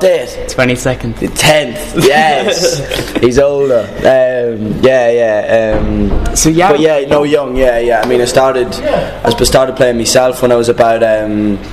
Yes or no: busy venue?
yes